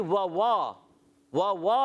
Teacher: پہلے واؤ کو نہیں کھینچیں گے، دوسرے کو کھینچیں گے